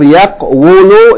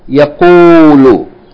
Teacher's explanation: So when you deleted the waw, its vowel goes back to the qaf. · Shown in: second take